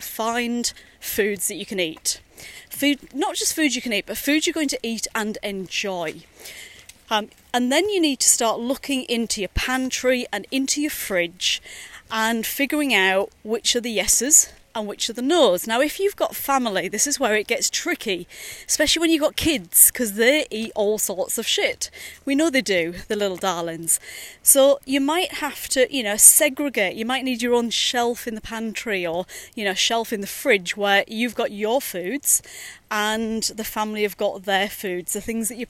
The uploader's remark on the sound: Dad bod walking is a series of short podcasts recorded during daily walks with my business partner.